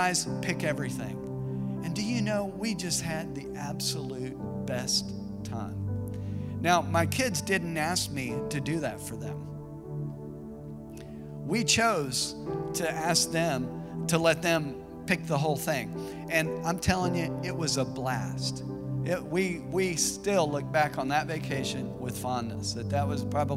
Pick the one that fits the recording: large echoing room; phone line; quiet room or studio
large echoing room